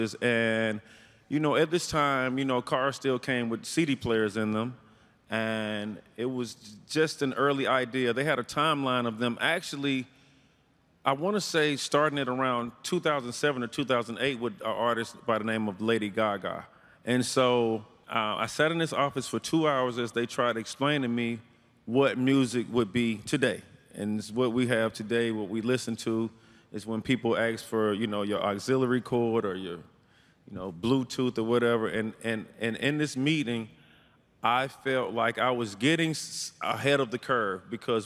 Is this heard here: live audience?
yes